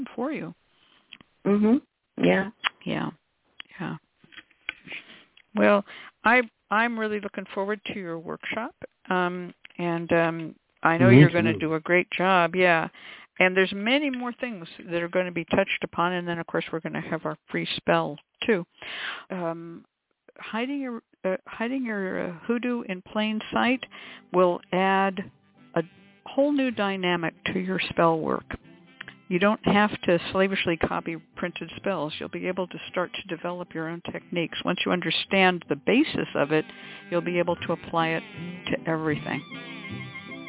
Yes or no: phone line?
yes